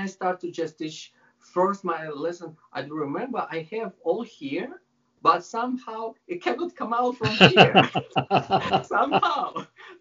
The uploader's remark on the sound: I had a nice chat via Skype